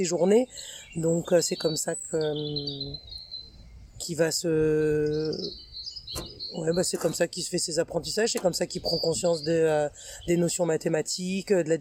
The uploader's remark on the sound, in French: Vous allez ainsi être accompagné par les oiseaux, les chants des coqs et autres bruits pendant tout l’épisode. J’espère que ça ne vous empêchera pas de comprendre notre échange.